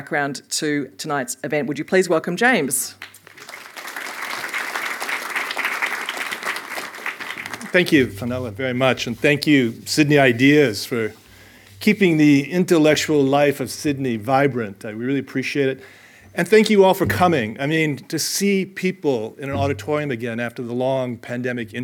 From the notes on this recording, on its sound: 2022 Michael Hintze Lecture. This Sydney Ideas event was held on Thursday 29 September 2022 in the Social Sciences Building SSB Lecture Theatre 200.